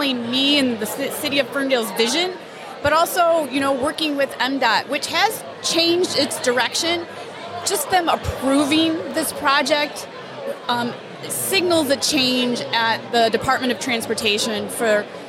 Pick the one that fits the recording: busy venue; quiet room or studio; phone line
busy venue